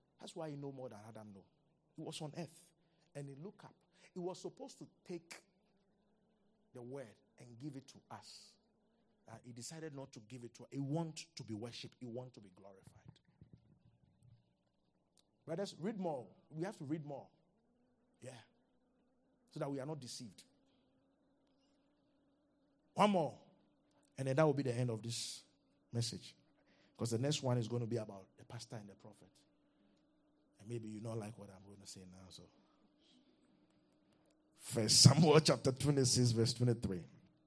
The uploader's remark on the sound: Revelation Service | LIVE from Charis Center | Albany, New York